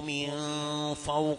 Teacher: رقق الفاء لترقق الواو بعدها، من فوق، فوق الفاء مرققة والواو مرققة والقاف مفخمة في آخر درجات التفخيم